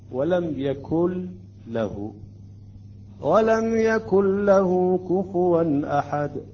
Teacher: فقط النون تحذف واللام تشدد يعني أثر للنون ماكو ولا غنة ولا أي شيء لا تأخر على اللام ولم يكن له ولم · Term: الإدغام الكامل